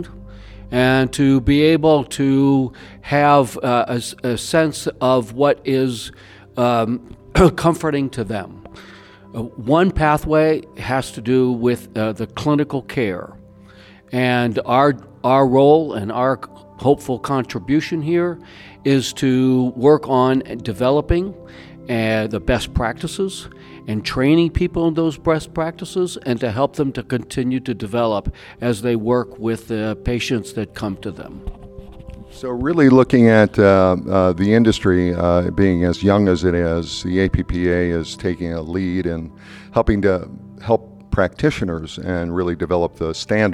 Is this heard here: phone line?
no